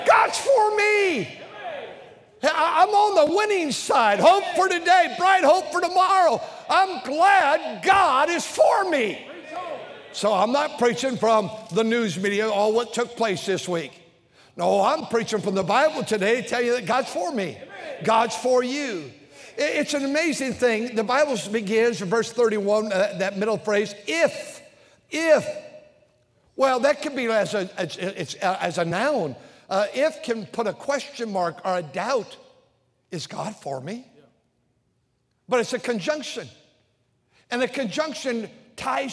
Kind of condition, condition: setting, large echoing room